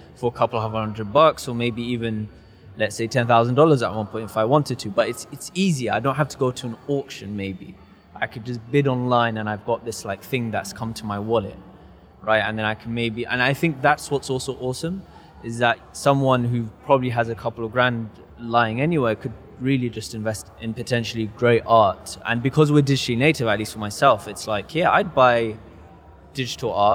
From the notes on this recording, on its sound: We're super excited to be recording this episode live at the Future Blockchain Summit which was part of Gitex 2020 in Dubai, one of the only in-person events that took place in this crazy 2020 year.